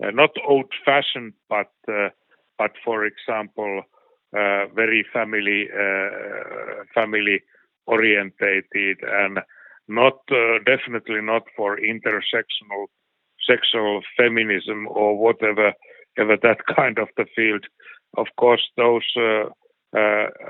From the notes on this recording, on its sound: The interview was conducted. Via phone.